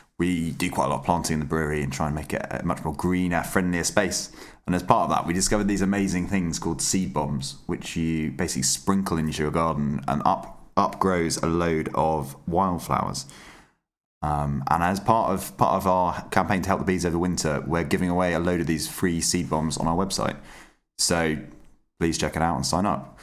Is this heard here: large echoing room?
no